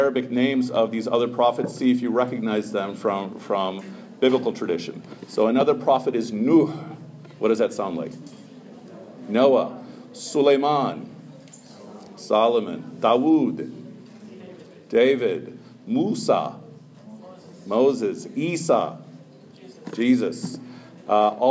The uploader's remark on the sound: Short talk to a non-Muslim audience at the Turkish American Society of Chicago's "Get to know your neighbors" event.